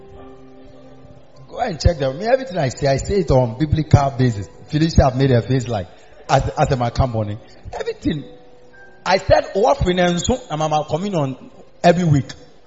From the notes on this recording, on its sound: Preached at the Miracle Arena during the new year